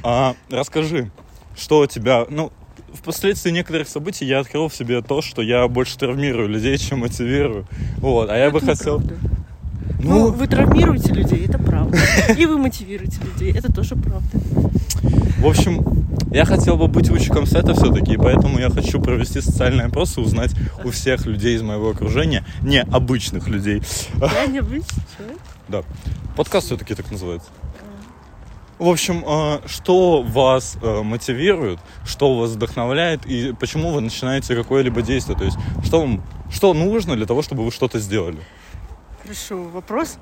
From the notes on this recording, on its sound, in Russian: Искренняя прогулка со всем шумом окружающих явлений и наших мыслей.